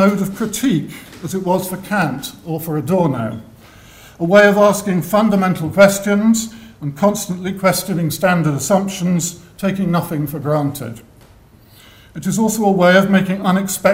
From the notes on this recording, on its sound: Inaugural Lecture.